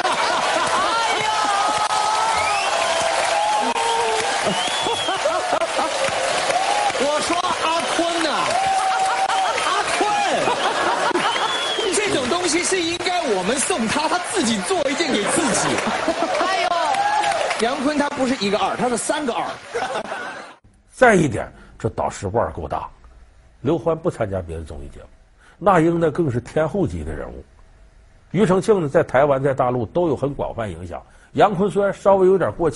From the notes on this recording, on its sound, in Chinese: 還有聽故事的觀眾